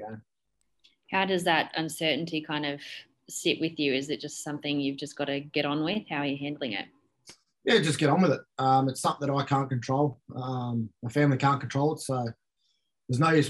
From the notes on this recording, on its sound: Talked to media over zoom whilst at the South East Queensland relocation HUB.